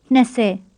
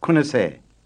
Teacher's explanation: in the last three numbers, the first syllable gets shortened